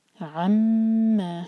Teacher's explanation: عین کو حلق سے اور میم پر غنہ